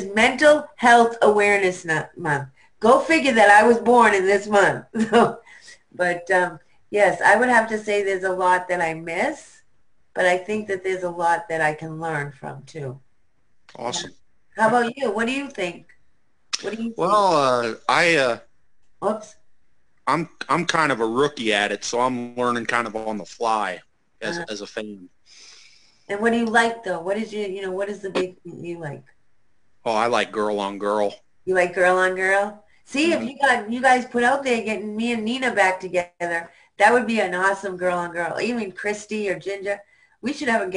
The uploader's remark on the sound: Our Zoom interview on 5/3/2020